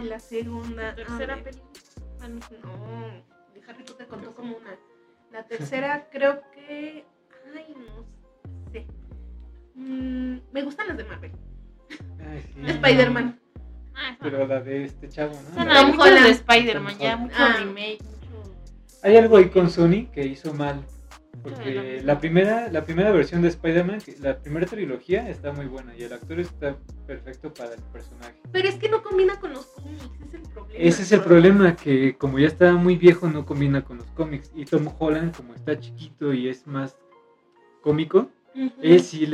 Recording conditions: background noise